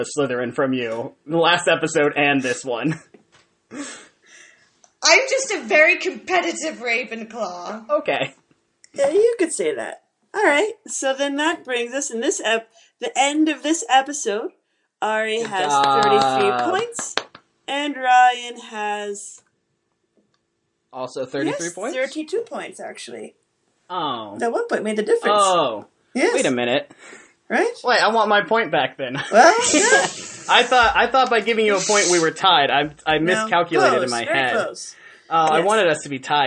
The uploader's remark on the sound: Due to audio difficulties (which included losing audio, re-recording, and patching everything together) you might notice that this episode is a little choppy or mis-timed in places.